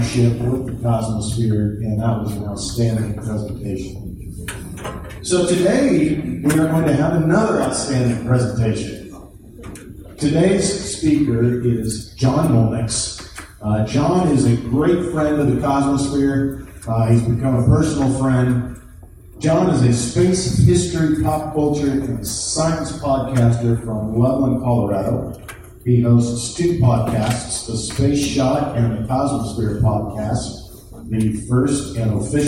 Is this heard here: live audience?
yes